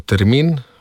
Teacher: Pri termin naglasimo e, torej, ki pa ni oski e, ampak je široki e.